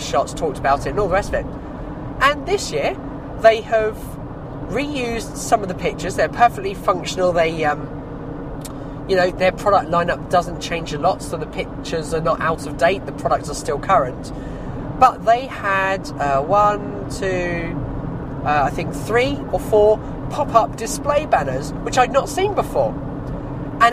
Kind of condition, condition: setting, outdoors